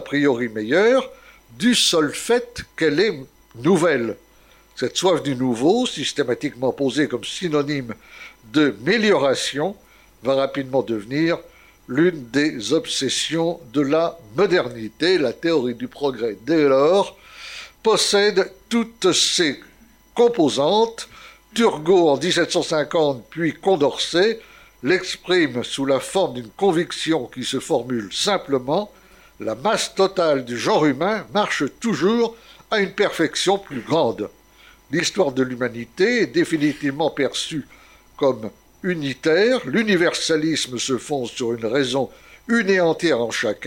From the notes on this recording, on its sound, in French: Conférence réalisée lors du colloque "Regards croisés sur notre identité" le samedi 26 octobre 2019 à Paris.